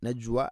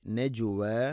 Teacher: ജീമിനെ കലക്കല ചെയ്യണം, കേൾക്കണം · Shown in: second take